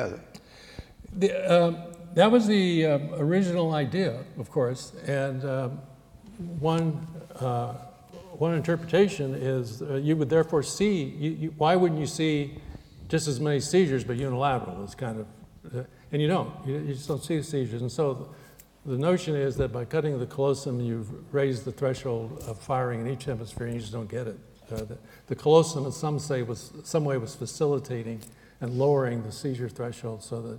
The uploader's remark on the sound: Recorded 15 October, 2009 at the Playfair Library Hall, the University of Edinburgh.